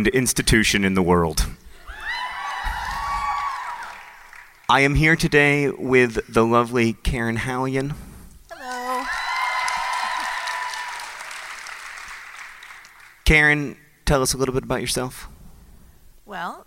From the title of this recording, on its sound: Live from NerdCon: Stories